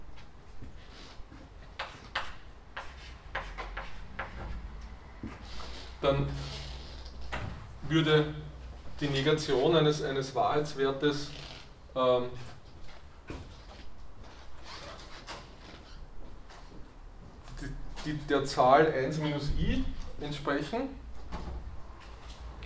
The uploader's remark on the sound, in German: Diese Vorlesung wurde von Studierenden aufgenommen